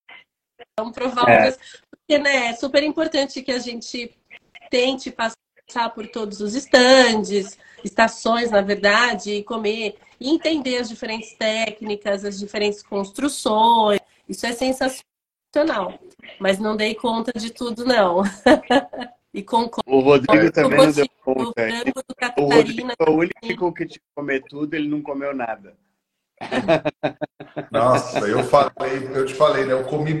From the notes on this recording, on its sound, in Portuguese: Neste episódio trouxemos a live pós Churrascada 2023. Como é áudio da live, não está tão perfeito.